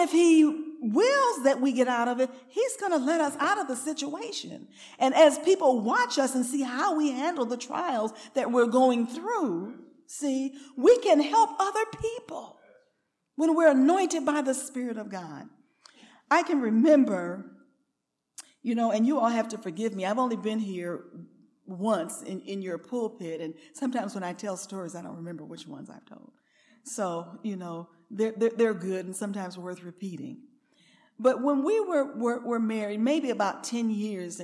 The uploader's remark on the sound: recorded on November 18, 2023, at Ringgold Seventh-day Adventist Church.